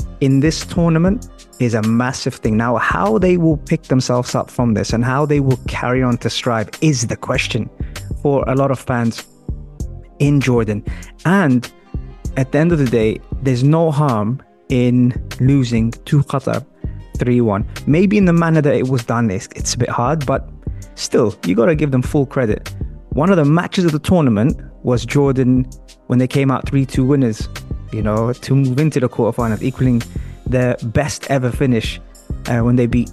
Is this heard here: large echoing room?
no